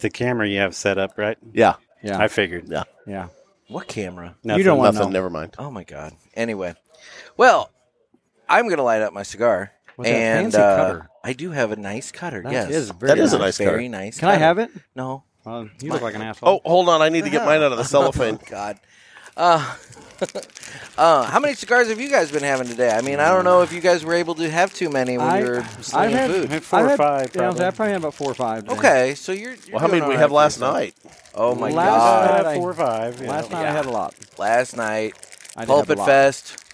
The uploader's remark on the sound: Live from the 3rd Annual Rivermen Cigar Festival